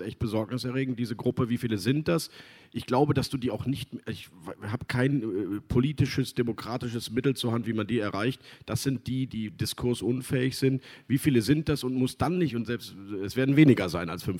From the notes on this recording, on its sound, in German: im RP-Zelt beim Campfire-Festival in Düsseldorf